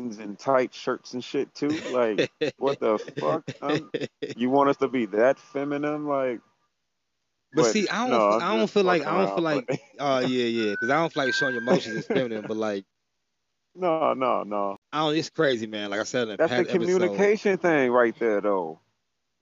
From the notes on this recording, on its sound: Me and a childhood friend got on the phone.